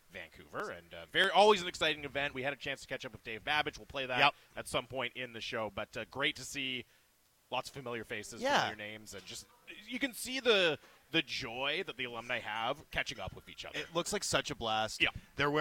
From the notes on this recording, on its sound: LIVE from Canucks Alumni Luncheon!